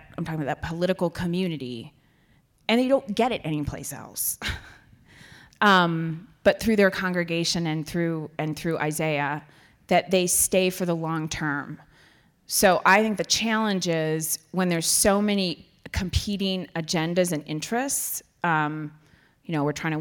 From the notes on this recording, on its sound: At The Trust's first Health Equity Learning Series event of the year. More than 100 people attended the presentation at the History Colorado Center in Denver. The event was also live-streamed to hundreds more at 27 remote viewing parties across the state.